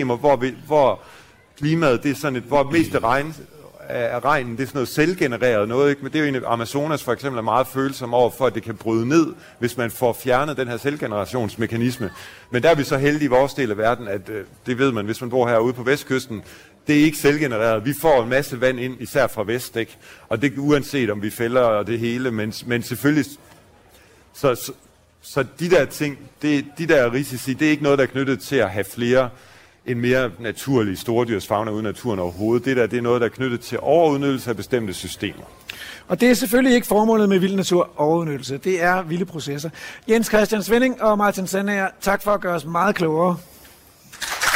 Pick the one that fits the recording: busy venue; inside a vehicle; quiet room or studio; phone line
busy venue